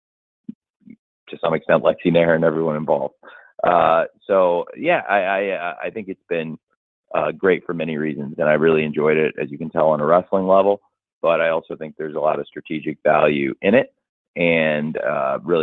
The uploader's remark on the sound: Pre-event media call, recorded on December 12, 2023.